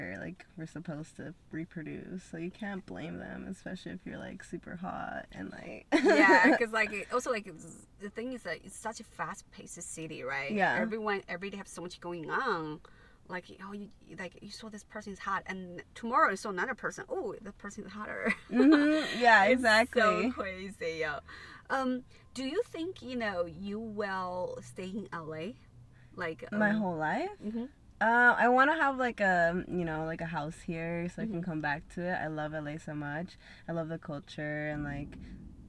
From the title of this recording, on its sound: In The Car